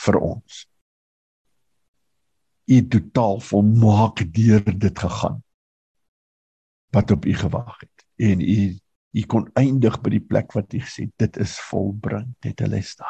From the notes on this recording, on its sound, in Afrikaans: Manne van die Woord Zoom Byeenkoms 14 April 2022